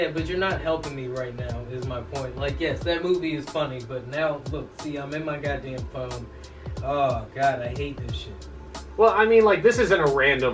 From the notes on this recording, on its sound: We had technical difficulties in recording so this is a port of the YouTube audio.